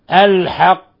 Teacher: الحق لابد من تفخيم لأن القاف مفخمة وقلقلتها مفخمة، فهي من حروف قطب جد أولا ومن حروف خص ضغط قض يعني حروف الاستعلاء.